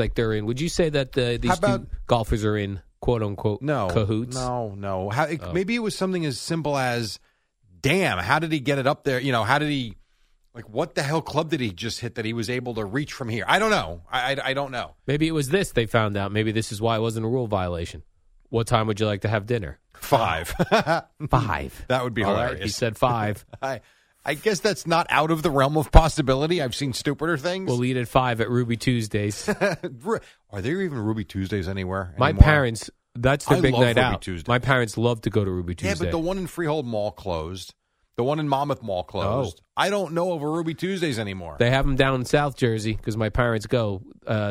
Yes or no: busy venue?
no